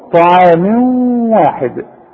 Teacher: طعام تنوين وبعد واو اللي من حروف الادغام اغن ها ادغم وغن